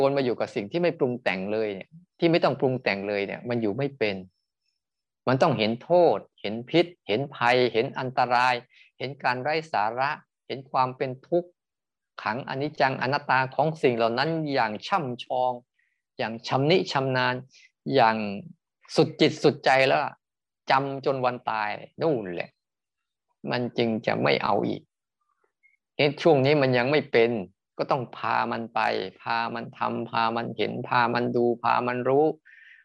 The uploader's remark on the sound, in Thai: คอร์สออนไลน์ (ผ่านโปรแกรม Zoom).